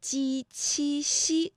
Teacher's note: 舌面的前部和硬腭的前部接触或者是接近构成了阻碍啊